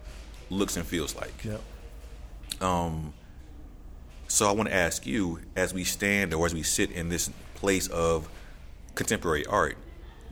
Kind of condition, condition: setting, busy venue